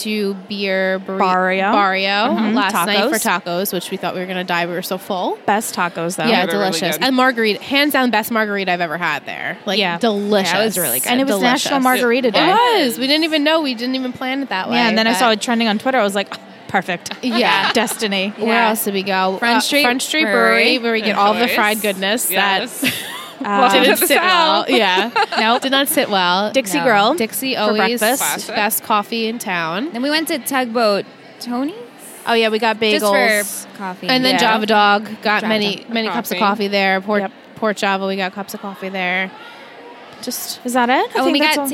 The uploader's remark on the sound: Recorded LIVE from TRIC.